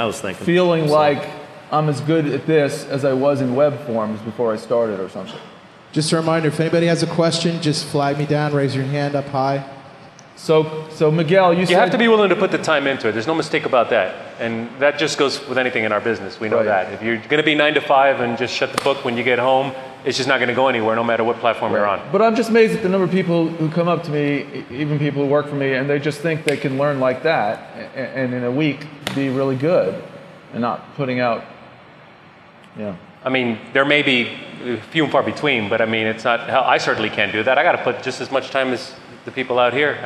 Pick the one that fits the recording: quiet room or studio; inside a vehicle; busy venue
busy venue